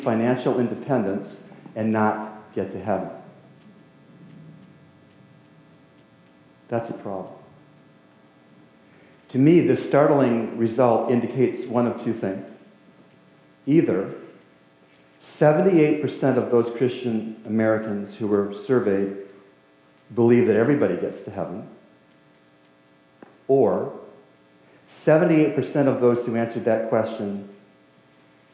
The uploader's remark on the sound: We had some Audio Issues with this one